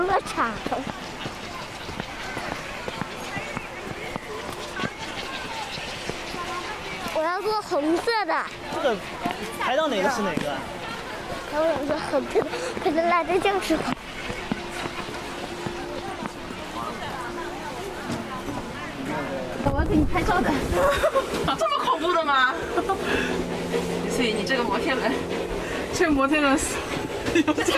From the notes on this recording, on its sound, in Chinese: 带着录音机去跨年。31号那天带着老婆孩子去上海跨年。带上录音机，录了些游玩过程中的声音。连大虹桥区域都没出。